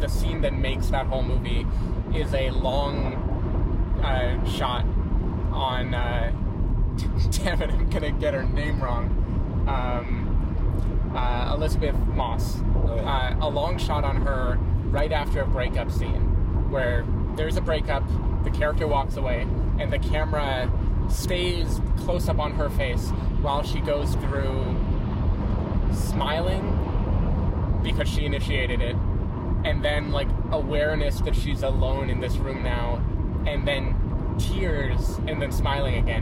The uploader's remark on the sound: While driving down to San Diego.